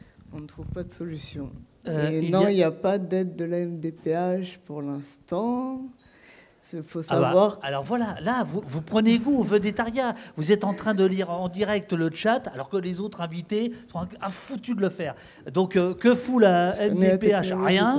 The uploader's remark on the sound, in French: AuPoste en public